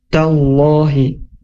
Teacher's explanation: huruf ta yang berharokat fathah ketemu dengan lafaz Allah, maka dibacanya tebal ya huruf lamnya. Tallahi, jangan tallahi, tallahi.